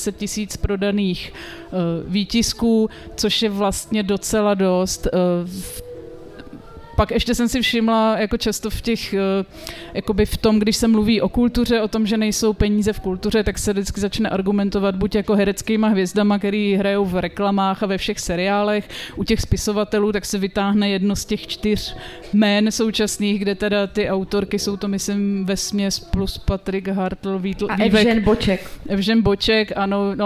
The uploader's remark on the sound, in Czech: Na pódiu ve festivalovém stanu